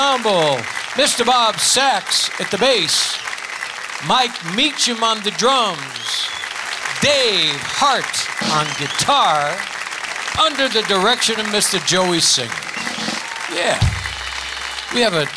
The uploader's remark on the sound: Live at the South Point Casino